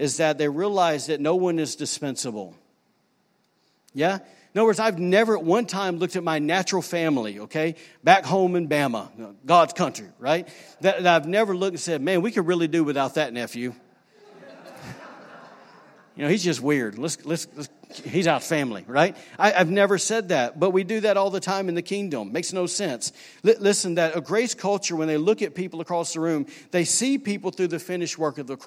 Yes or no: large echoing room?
yes